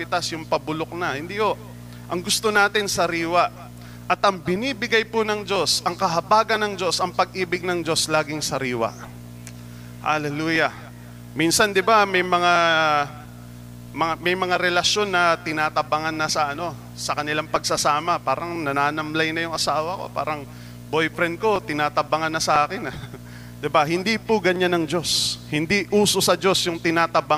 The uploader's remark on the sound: Recorded live at The Shepherd Of Faith Family Church on November 20, 2022.